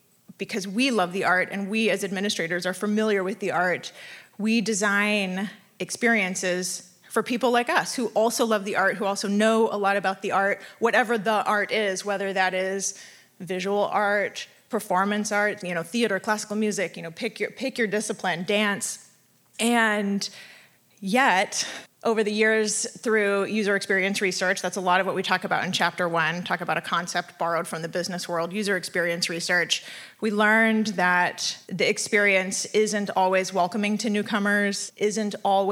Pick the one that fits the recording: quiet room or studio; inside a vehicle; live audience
live audience